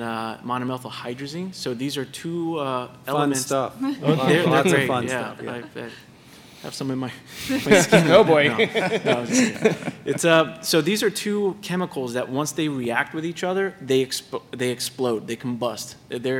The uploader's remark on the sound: At the event: Some curious kids in the audience who had some questions of their own.